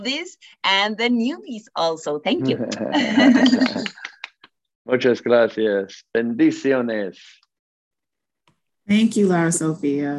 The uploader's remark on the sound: Zoom Call